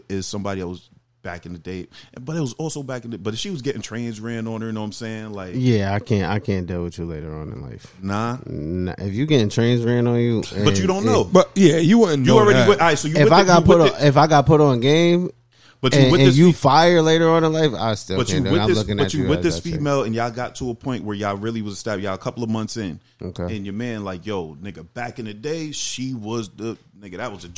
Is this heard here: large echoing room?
no